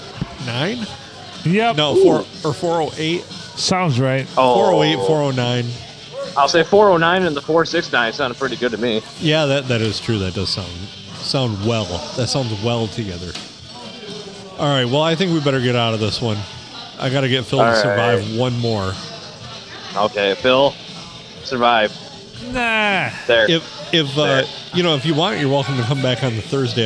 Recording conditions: busy venue